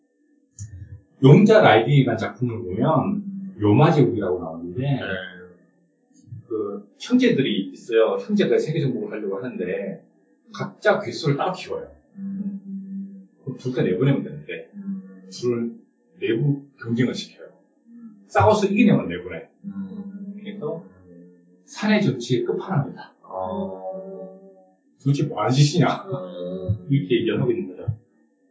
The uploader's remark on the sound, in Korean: 1회부터 3회까지 녹음상태가 고르지 못해 죄송합니다.